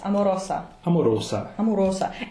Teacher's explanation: it's an unvoiced S. It's not a Z sound.